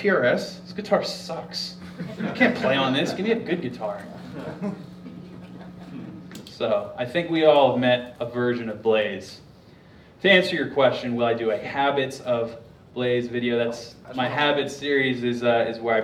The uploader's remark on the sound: Highlights from the Q&amp;A segments of a recent guitar clinic I did at Musician's Workshop in Asheville, NC. Live Guitar Clinic Q&A.